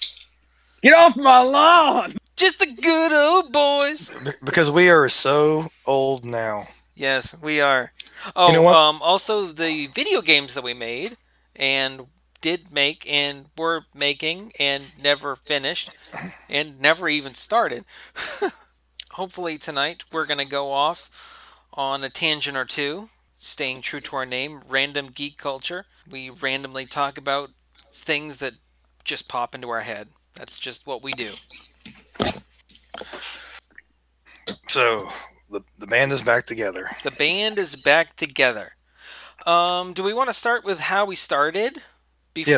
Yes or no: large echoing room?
no